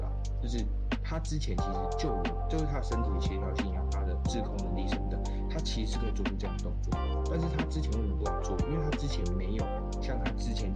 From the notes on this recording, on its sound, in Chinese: 這一集因錄音設備出現狀況有雜音問題較為嚴重。